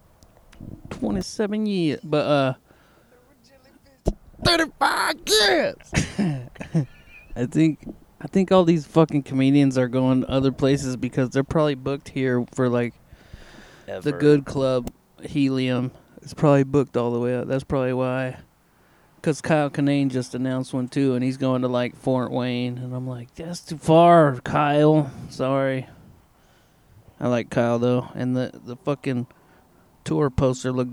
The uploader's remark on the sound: Night Time Outside Podcast